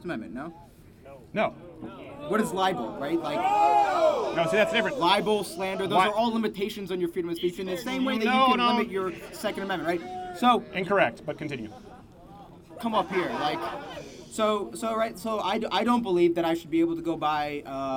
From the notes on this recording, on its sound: 'CHANGE MY MIND' LIVESTREAM! We take to the streets of Illinois.